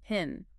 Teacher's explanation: In pin, you get a burst of air. It's aspirated.